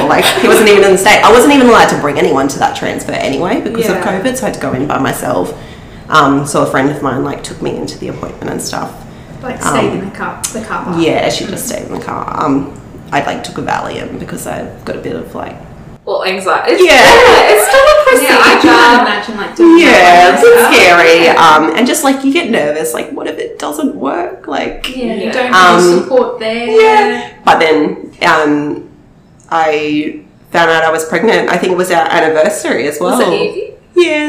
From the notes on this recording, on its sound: Apologies for the high-pitched laughing as we invested in a new mic!